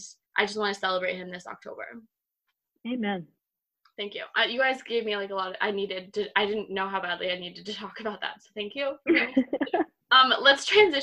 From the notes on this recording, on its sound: reunite in the Zoom room